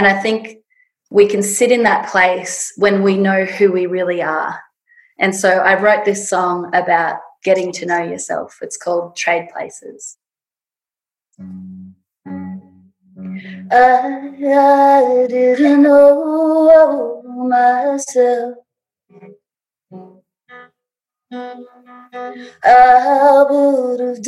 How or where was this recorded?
video call